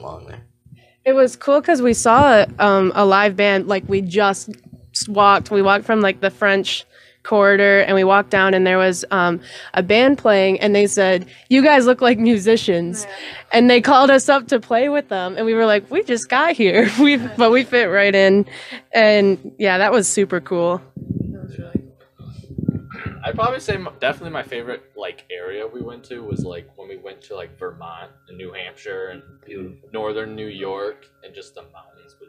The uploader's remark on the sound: We have another great in person interview for you guys! Outside of The Music Factory in Battle Creek, Michigan. This is certainly the most unique interview location that we have used to film an episode.